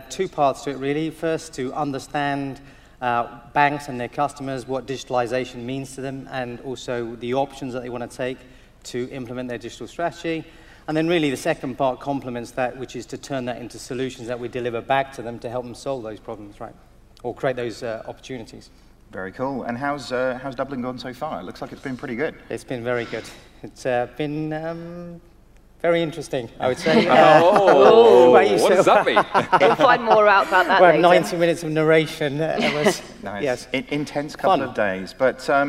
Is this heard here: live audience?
yes